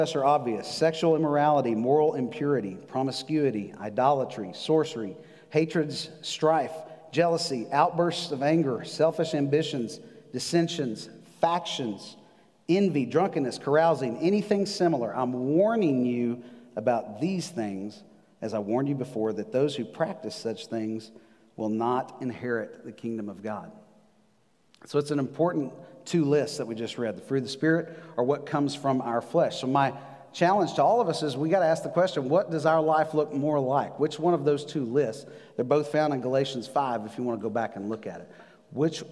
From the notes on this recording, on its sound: Recorded live on November 8, 2020 at The Fellowship at Two Rivers.